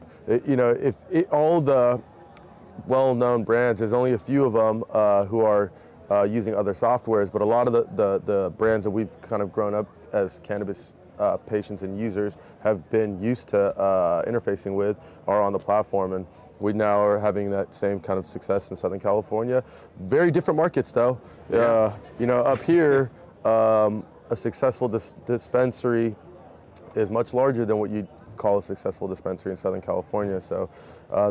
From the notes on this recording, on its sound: Live from New West Summit